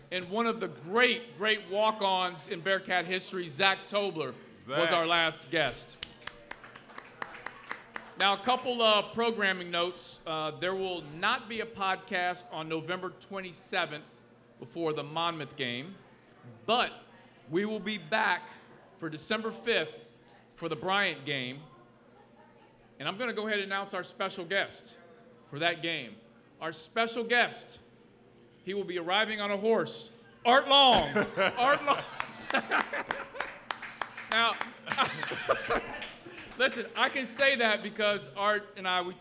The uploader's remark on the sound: Live at Mio‘s.